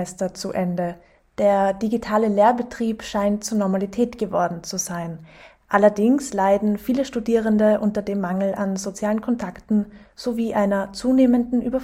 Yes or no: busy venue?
no